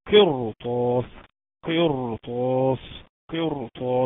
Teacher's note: ساكنه قبلها حرف مكسور ولكن اتى بعدها حرف استعلاء مفتوح في نفس الكلمه تفخم الراء